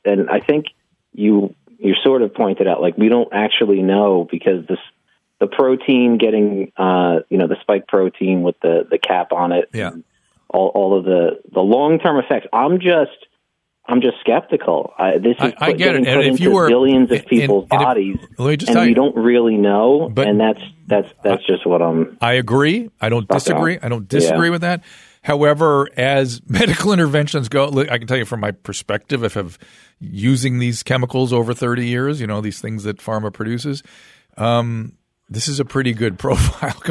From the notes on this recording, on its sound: Jumps in studio without a guest and takes listener phone calls.